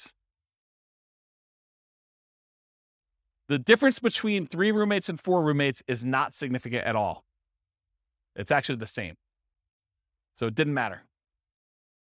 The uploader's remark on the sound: This was a live class recorded